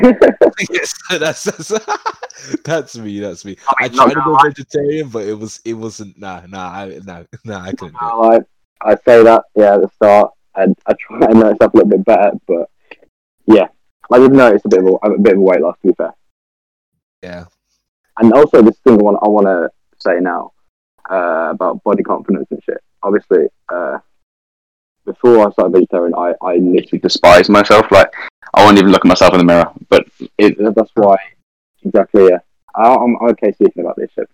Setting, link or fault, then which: fault, poor sound quality